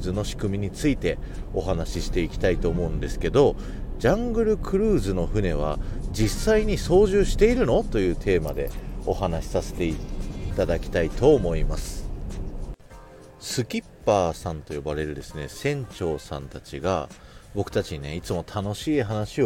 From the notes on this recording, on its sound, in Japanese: ノー編集。東京ディズニーランドアドベンチャーランドのジャングルクルーズの前から聞いてください。